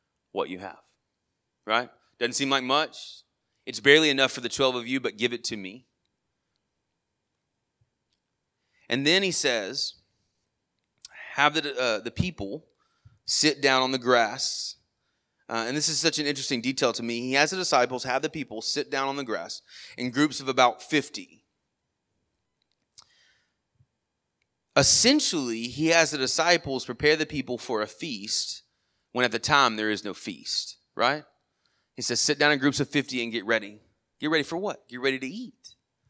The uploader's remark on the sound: Sermon audio from our morning service on 8/6/23